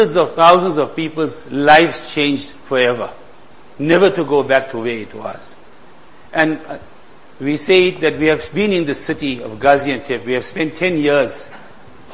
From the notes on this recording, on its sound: Jumuah lecture.